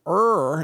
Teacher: A lot of Japanese pronunciation is very far forward in the mouth, whereas the R sound, R, is very far back in the back of the mouth where your tongue is working in the back